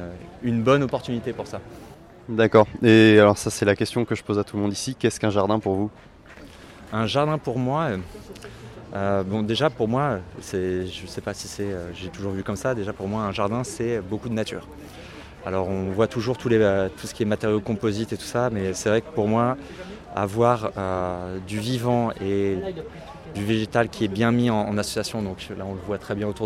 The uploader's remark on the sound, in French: Je me suis tourné vers le stand de la ville de Saint Ouen sur Seine qui nous propose de faire classe dehors. C'est au coeur de cette installation que je l'interroge. Cet épisode a été enregistré au cours du salon Jardins, Jardin, organisé chaque année le premier weekend de juin.